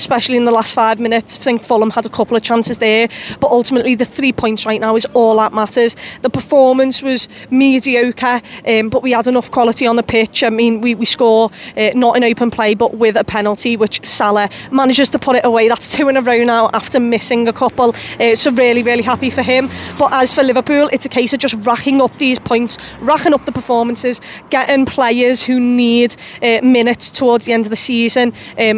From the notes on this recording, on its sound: Outside Anfield.